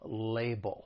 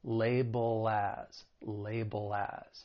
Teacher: the second syllable, it ends with that dark L, which is that ull sound. And then if we're following it with the word as, I told you that's a common phrase, well then we can link that dark L with the beginning vowel sound in as.